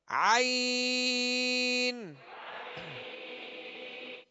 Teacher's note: عین کو بھی وسط حلق سے حلق کے درمیان سے ادا کریں گے